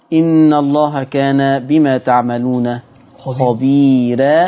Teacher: ترقيق الراء لورش عن نافع